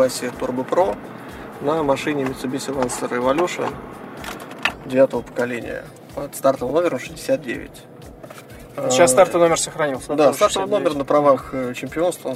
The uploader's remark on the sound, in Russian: Выпуск записан на старейшей из ныне действующих российских гоночных трасс — АДМ Мячково, во время первого этапа кубка MaxPowerCars&Bikes.